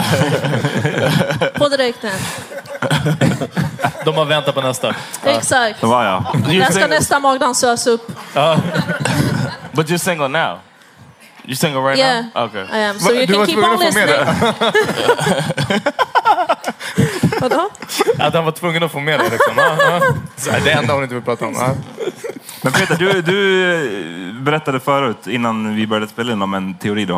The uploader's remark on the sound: LIVE! The Power Meeting Podcast levererar live igen! Tack till Kulturhuset.